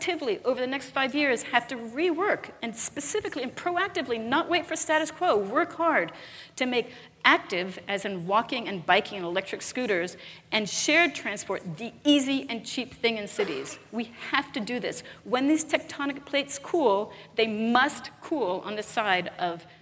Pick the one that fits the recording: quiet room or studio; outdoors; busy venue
busy venue